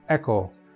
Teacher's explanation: it does start with a glottal stop in case you could not hear it